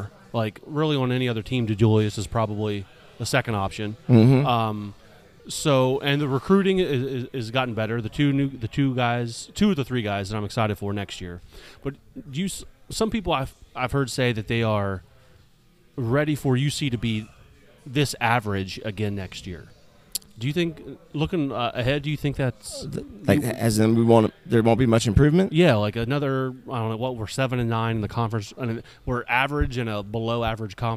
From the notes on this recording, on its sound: on location at DogBerry Brewing in West Chester